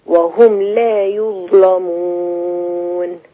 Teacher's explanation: يظلمون تغليظ اللام لورش